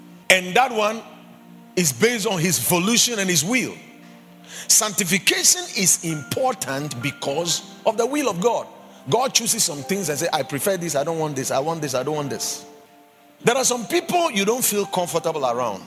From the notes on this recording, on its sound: Preached at the Watered Garden Church